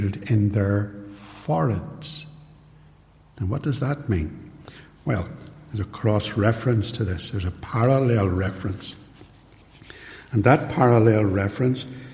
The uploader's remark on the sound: This sermon was recorded at Templepatrick Reformed Church, and is used with their permission. It is raw, and unedited.